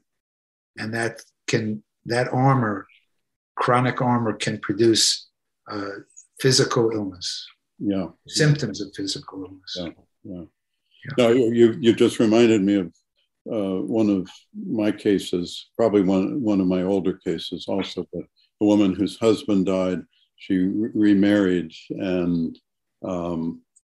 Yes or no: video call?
yes